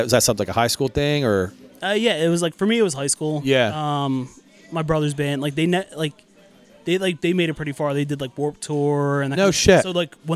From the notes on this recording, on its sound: I was on location at Johnny's Pizza in Bryn Mawr.